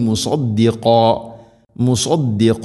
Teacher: സ്വാദുച്ചരിക്കുന്ന സമയത്ത് നാവിൻ്റെ മധ്യഭാഗം അണ്ണാക്കിലേക്ക് ഉയർന്നു നിൽക്കണം. സ്വരഭാരത്തിൽ ഉച്ചരിക്കേണ്ട അക്ഷരമാണ് സ്വാദ്.